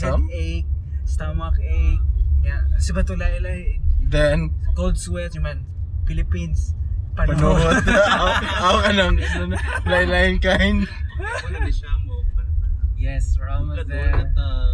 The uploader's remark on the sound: C3 Con 2018 (since we came from there). Sorry for the seemingly weak audio since we recorded this from the car!